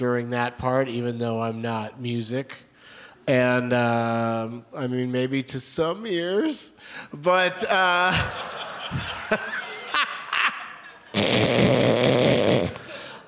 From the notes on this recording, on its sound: Live from SXSW in Austin, TX.